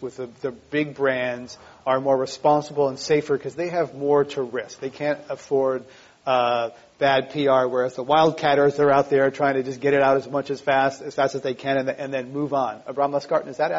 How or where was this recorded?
live audience